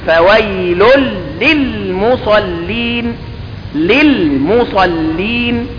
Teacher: فنحن ننطق اللام الأولى بدل النون ثم نقرأ اللام الثانية عادية · Term: الإدغام